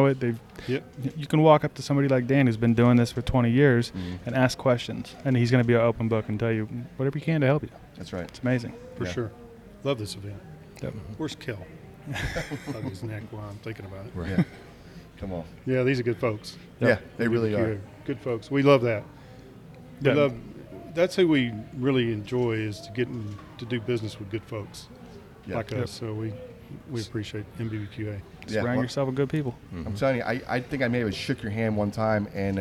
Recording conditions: busy venue